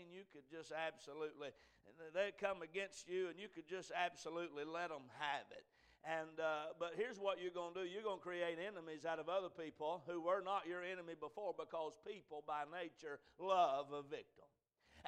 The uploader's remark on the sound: A message preached at Crossroads Baptist Church